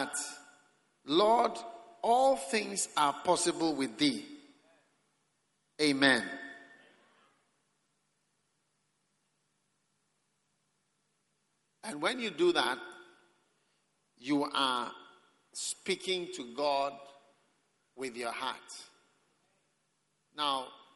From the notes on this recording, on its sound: Preached at the Prophetic Encounter Service, Accra.